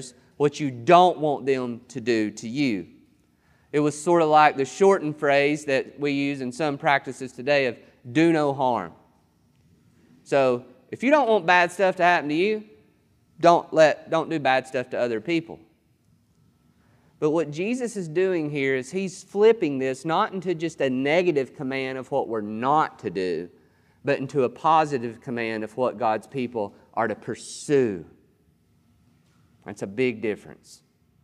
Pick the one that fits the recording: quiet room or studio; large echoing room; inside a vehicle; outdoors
large echoing room